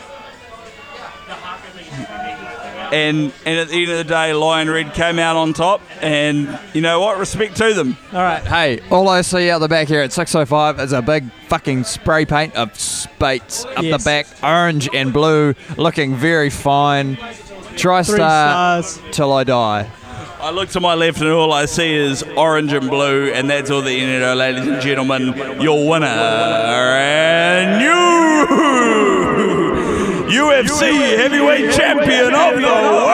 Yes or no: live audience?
yes